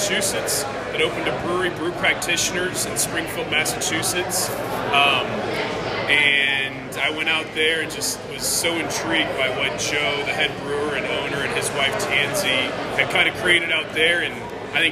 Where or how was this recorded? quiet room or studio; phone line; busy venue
busy venue